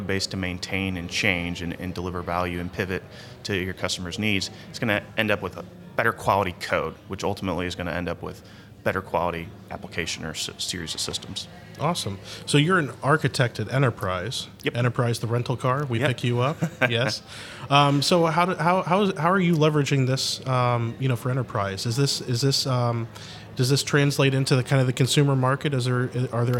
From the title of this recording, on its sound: Live From Agile Midwest